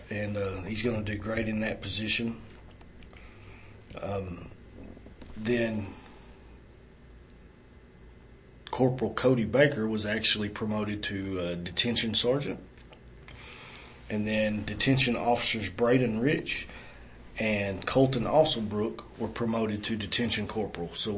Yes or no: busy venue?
no